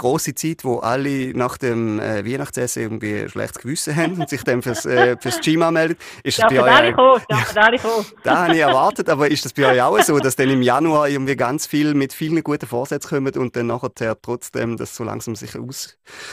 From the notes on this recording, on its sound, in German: Wir haben morgens um 8 Uhr mir ihr gesprochen. Im Telefoninterview.